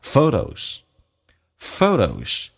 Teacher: Photo 这个单词有两个 O 这个发音，但是主重元是第一个 O,第一个 O 饱满，第二个 O 就稍微平一点，变成 photos, photo, T 发成 D